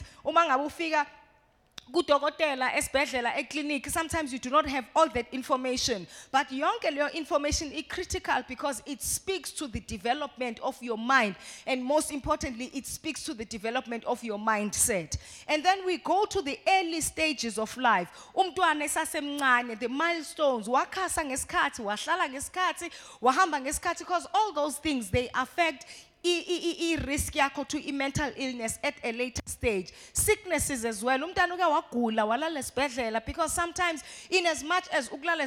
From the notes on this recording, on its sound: live at Word Of Faith Christian Centre.